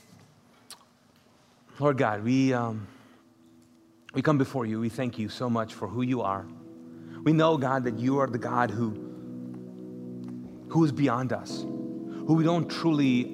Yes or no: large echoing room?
yes